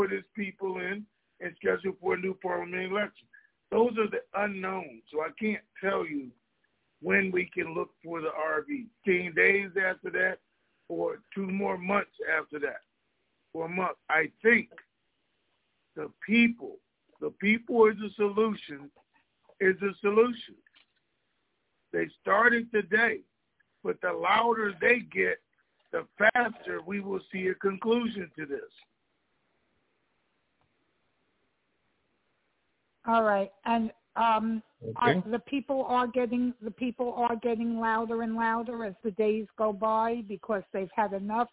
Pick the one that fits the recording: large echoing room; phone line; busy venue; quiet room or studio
phone line